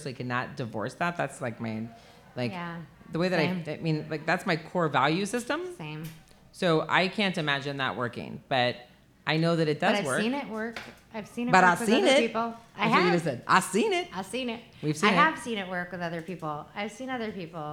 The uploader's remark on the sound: Live From Kelly's Olympian